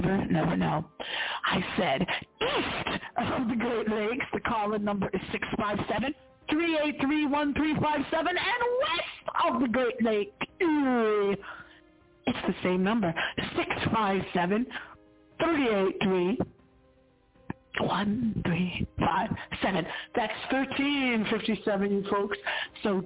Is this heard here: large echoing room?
no